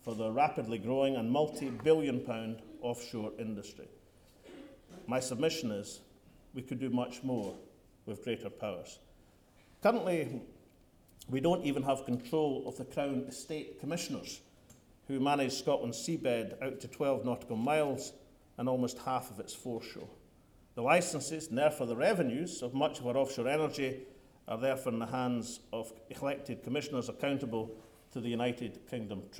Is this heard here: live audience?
yes